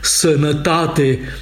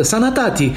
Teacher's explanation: dialectul bucureștean a închis toate aurile neaccentuate · Shown in: first take · zicând sănătate din latinescul sanitate.